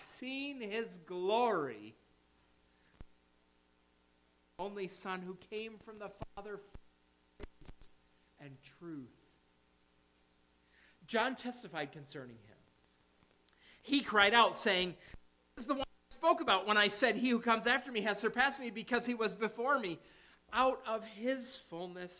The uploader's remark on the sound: Audio periodically will cut in and out.